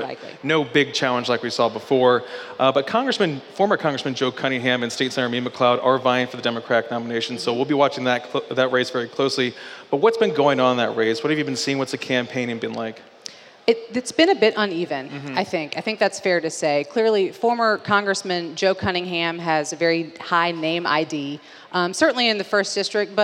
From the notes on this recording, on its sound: Live from Sumter Original Brewery